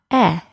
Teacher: It sounds like I. To produce the short E, the front of the tongue is lowered a bit more than the short I.